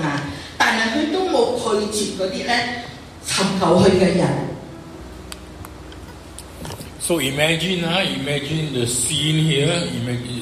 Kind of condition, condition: setting, large echoing room